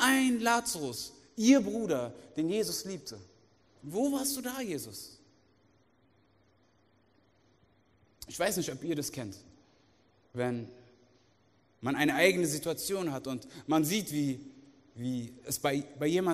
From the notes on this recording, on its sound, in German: aus unserem Gottesdienst